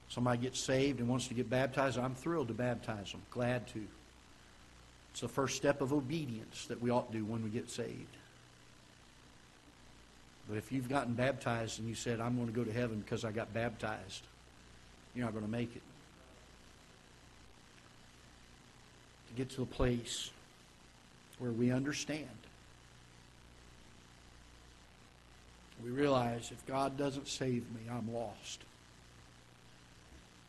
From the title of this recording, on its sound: Ketha Heights Baptist Church ~ Live Broadcast